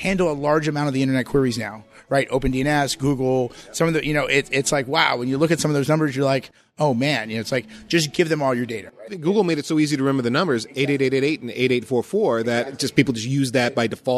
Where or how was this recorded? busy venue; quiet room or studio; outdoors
busy venue